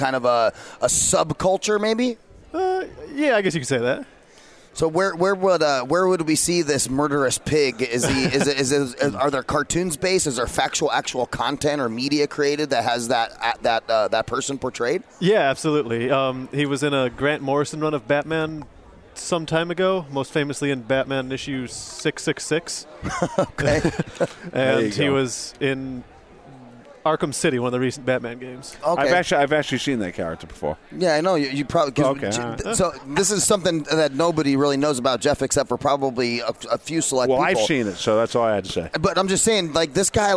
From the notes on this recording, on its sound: Broadcast LIVE from Phoenix Comicon 2017. Phoenix Comicon is a multigenre entertainment and comic book convention held annually in Phoenix, Arizona. In 2016, the convention set an attendance record of 106,096 with 2017's convention on track to exceed those attendance records.